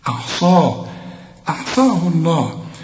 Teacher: الصاد والمد بتاعها هم المفخمين. وعندك بعد الصاد الألف عشان تمد ألف كاملة مكتوبة بدون ألف، لكن تنطق بالألف وتكتب هكذا بدون ألف، أحصاء، أحصاه الله.